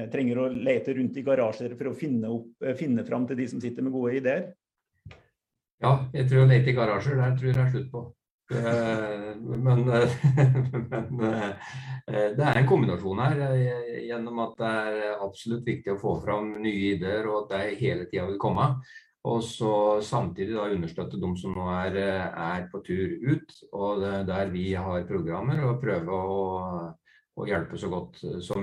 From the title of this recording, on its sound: Live Zoom